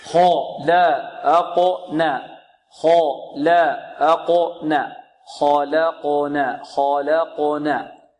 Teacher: الخاء مفخمة واللام مرققة، خاء لا، والقاف مقلقلة ومفخمة والنون مرققة